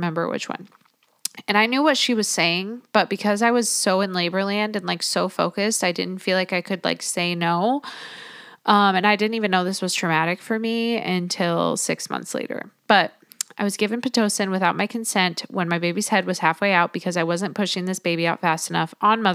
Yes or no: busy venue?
no